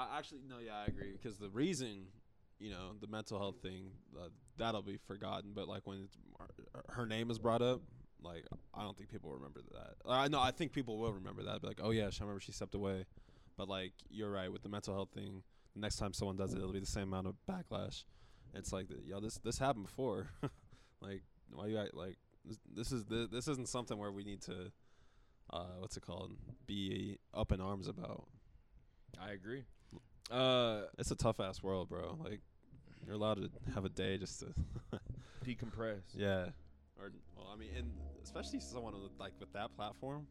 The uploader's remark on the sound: Talk that Talk Radio Show Live from Westgate